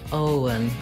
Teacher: Make sure you hold the O nice and long. And then the letters E-N say the schwa sound, and the N, un